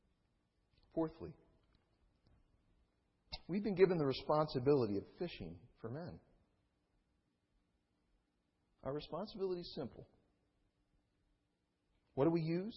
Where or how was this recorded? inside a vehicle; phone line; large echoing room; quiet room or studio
large echoing room